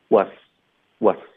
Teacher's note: was 的 z 音呢，我们会轻化成 s 的音